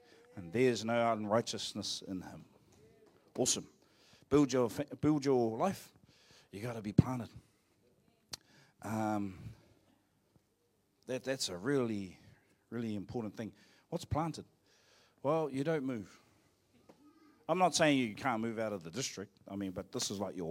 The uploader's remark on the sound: Live From IwiTapu Destiny Church Hawkes bay.